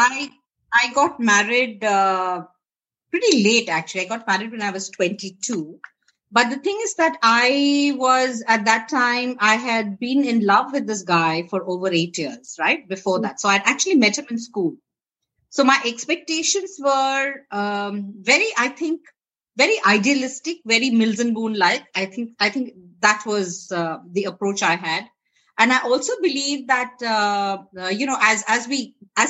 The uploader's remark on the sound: Virtually recorded